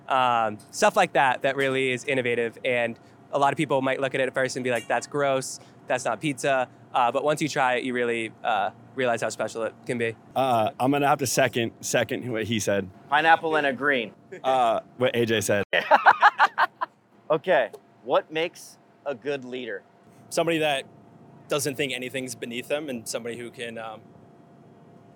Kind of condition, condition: setting, busy venue